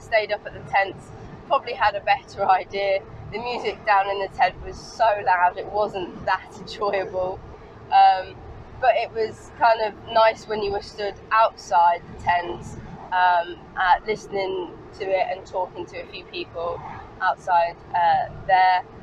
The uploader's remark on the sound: all recorded from my 1968 Morris Minor, Peggy.